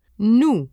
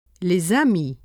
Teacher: when the normally silent final s of many words precedes a word beginning with a vowel sound, it is linked to that word and pronounced as z · Shown in: second take · Term: liaison